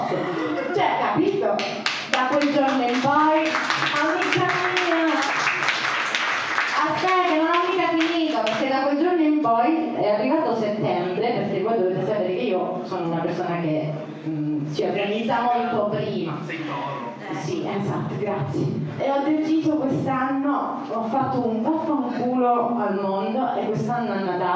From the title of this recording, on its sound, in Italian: Traumi di Natale live show